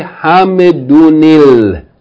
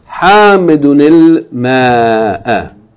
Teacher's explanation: Okay, so what they're saying is the noon of tanween is followed by a kasra. The noon of tanween, put a kasra on it in order to pronounce it if the next word following it begins with hamzatul wasl. Could be alif lam, could be ibn ism, or any other word that begins with hamzatul wasl.